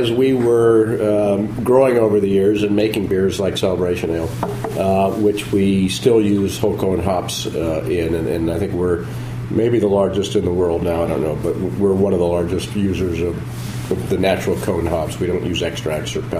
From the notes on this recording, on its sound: Recorded off-site at Jimmy's No.